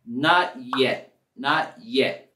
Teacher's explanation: En la palabra yet, la T al final lo topamos casi un poquito, pero casi no se escucha. Not yet, not yet, en vez de not yet, solamente not yet.